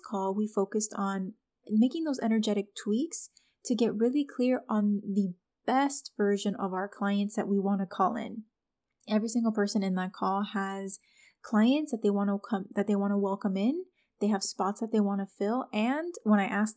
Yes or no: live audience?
no